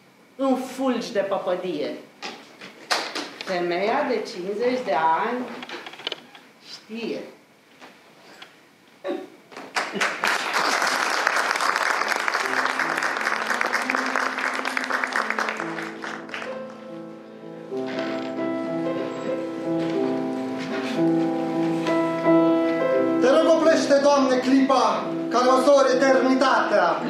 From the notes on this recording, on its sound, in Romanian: Înregistrare din sala Asociației Generale a Inginerilor din România (AGIR), din București. Înregistrare din sala Asociației Generale a Inginerilor din România (AGIR), din București.